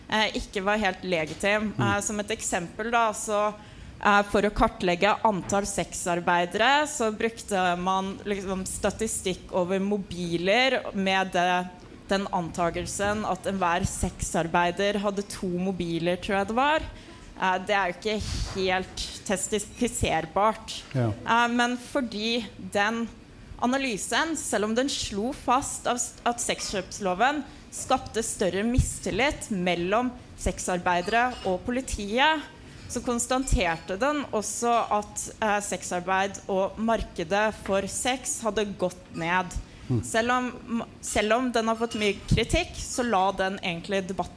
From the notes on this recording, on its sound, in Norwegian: Sesongens siste podkast, live fra Uhørt i Oslo.